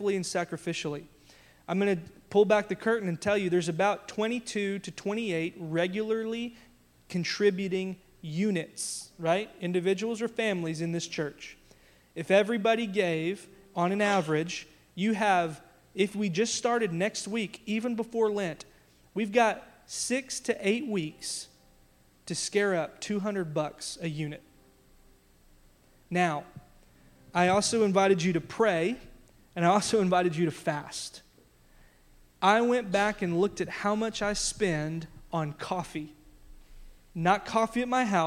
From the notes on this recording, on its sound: audio from our big church-wide announcement from our Worship Gathering February 16